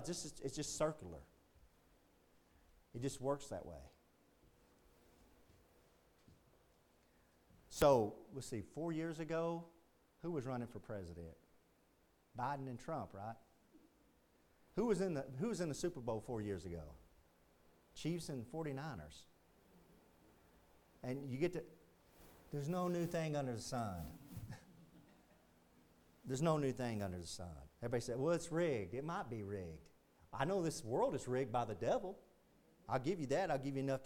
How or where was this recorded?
large echoing room